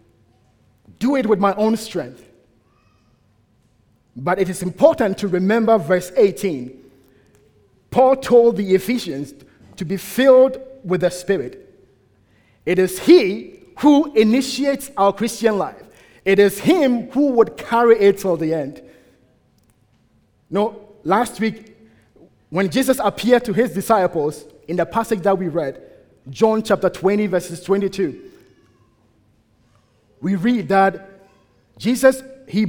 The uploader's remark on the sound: at the United Christian Church of Dubai